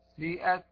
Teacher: يشم الكسر حركة الضم · Term: خلط حركة بحركة